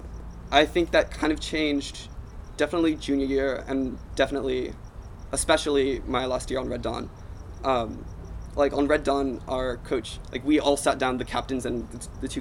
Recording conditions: background noise